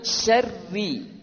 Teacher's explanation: Tarqiq ni bermaksud nipis. So, Shin nipis, Ra juga nipis. Kedua-duanya nipis tuan-tuan dan puan, maka kalau boleh kita cuba senyumkan bibir kita.